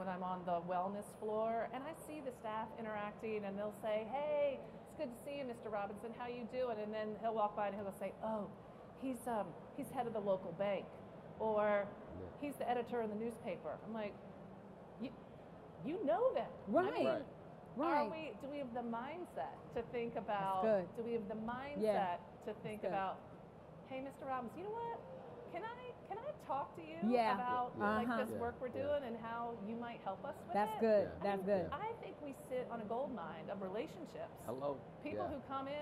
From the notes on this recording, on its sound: This episode is from the live taping at the Multicultural Leadership Experience at YMCA General Assembly.